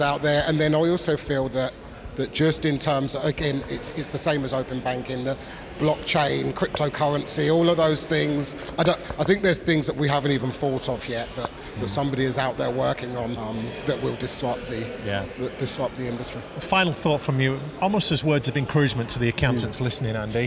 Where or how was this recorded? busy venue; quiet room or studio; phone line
busy venue